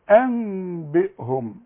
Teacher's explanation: ما تقفلش شفايفك ومع الغنة تغن